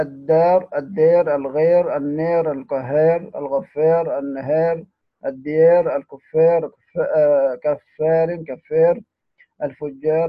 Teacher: يعني خلاصتها الراء كل كلمة، الكلمة المنتهية بحرف براء، وهذه الراء تكون مكسورة، وهذه الراء تكون مكسورة. كل هؤلاء بيقرأوها بالإمالة، ورش وعمرو حمزة والكسائي قالون